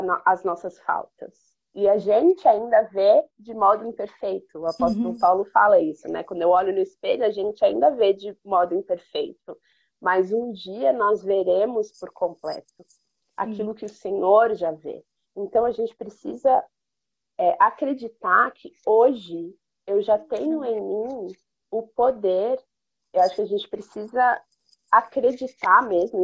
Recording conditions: video call